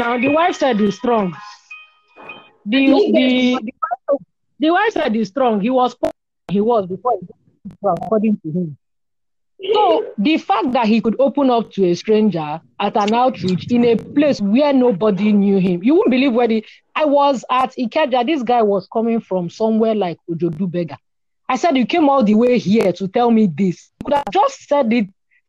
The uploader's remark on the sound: Our Village people network acts up again. Please forgive all the glitches and side talk. Via VPN=Village People Network.